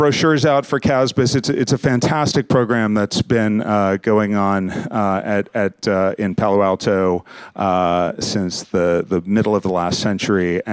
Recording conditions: busy venue